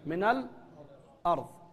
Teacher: في التقاء الساكنين ليس جزما أن يكون الحال كسر، أحيانا يكون فتحة مثل من الأرض